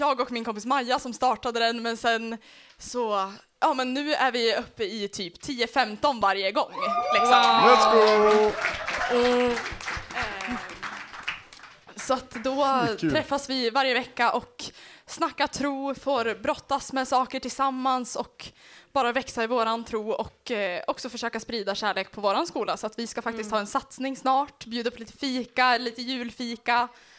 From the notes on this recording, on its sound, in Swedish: Årets sista poddavsnitt är hämtat live från Äkta i Sundsvall.